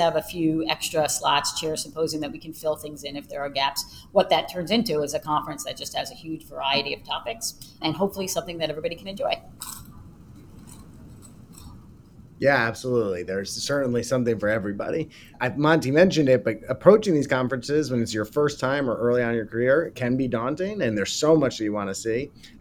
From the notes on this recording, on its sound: coming to you live from the American Thoracic Society 2023 Annual Meeting